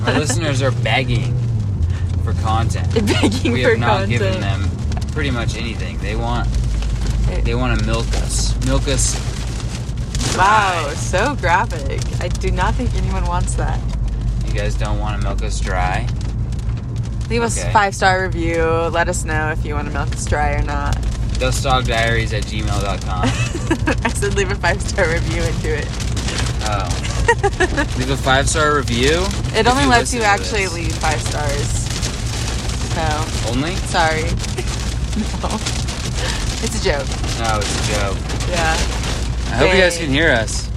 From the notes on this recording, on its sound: Recording on a rainy day drive in huntsville utah. Our van blew up.